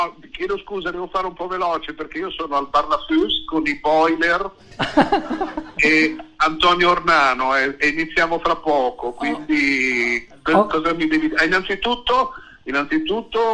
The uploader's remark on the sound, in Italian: Solo per 5' al telefono. Live dal GhePensiMi di Milano.